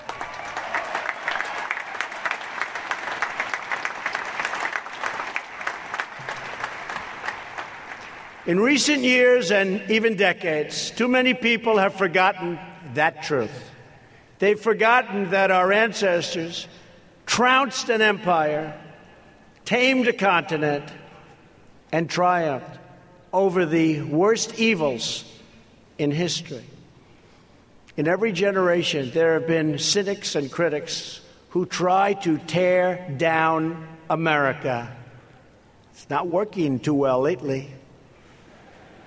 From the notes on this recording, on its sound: This special episode contains the audio from the speakers at the USNA Graduation and Commissioning ceremony on May 25, 2018 in Annapolis, MD.